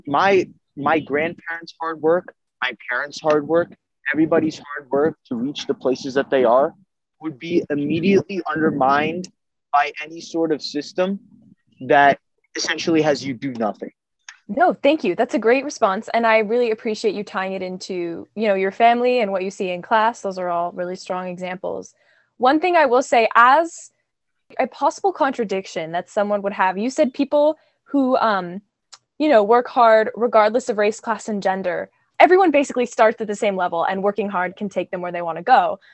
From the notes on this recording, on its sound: This podcast was recorded on Zoom for the safety of the host and guests. Patience from listeners regarding technical difficulties is appreciated.